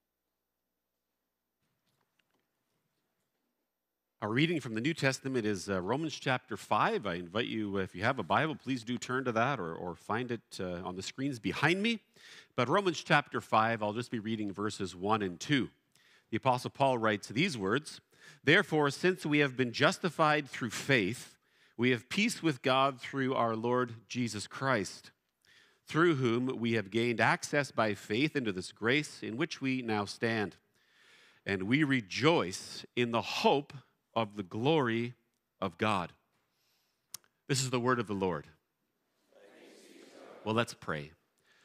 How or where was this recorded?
large echoing room